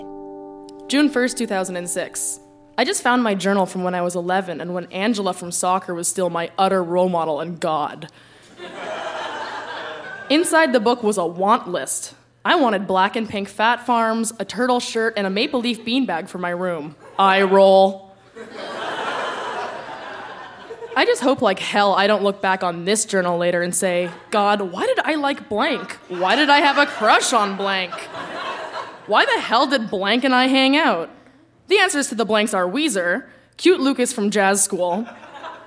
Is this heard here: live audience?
yes